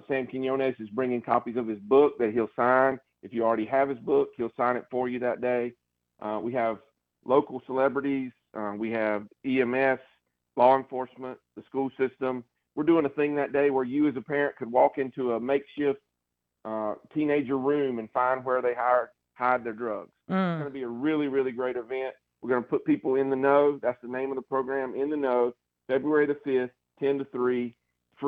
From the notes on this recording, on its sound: Takes listener call-in questions. Today's Guest (On Phone).